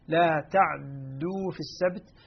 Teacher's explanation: فهما وجهان إذن لقالون إسكان العين مع تثقيل الدال أو اختلاس فتحة العين مع تثقيل الدال